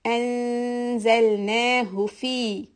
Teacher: give the ghunna 2 counts for the noon